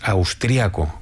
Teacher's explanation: En España normalmente decimos austriaco, con el acento prosódico en la segunda a, pero en otros países es más habitual austríaco.